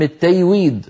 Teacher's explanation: قلب الجيم ياء؟ فأبقاها من وسط اللسان ولكن حولها إلى حرف آخر وهو الياء. كل هذه التقليبات لحرف الجيم تقليبات عامية لا تصح.